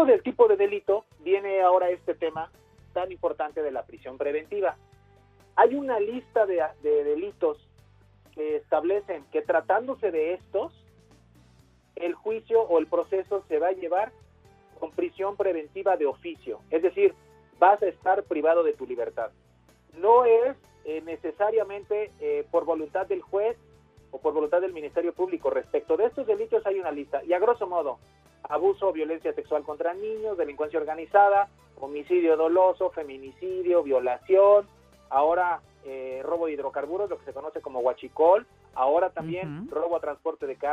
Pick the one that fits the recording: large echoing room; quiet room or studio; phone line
phone line